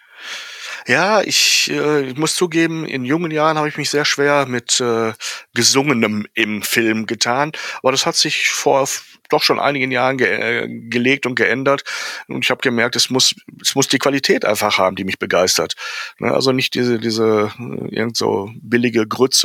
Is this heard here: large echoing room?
no